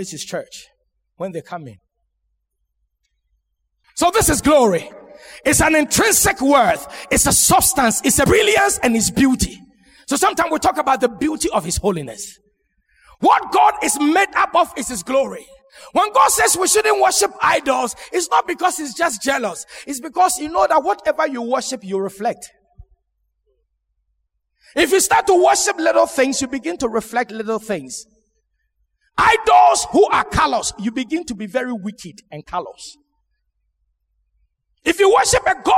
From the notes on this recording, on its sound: Sermon preached at Shiashie Campus